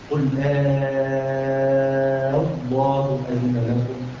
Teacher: وجه الأول والإبدال هو أن نبدل الهمزة الثانية ألفا وتمد بمقدار ست حركات مدا لازما · Term: الوجه الإبدالي